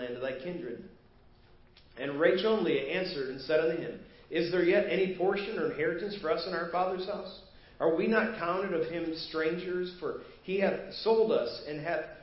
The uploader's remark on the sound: Preached at First Baptist Church of Hazel Park